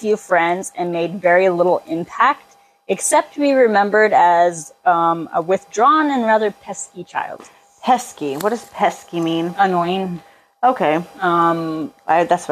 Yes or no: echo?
yes